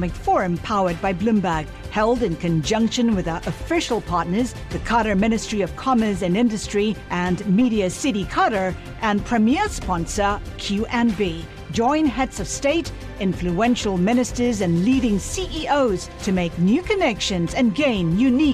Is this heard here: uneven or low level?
no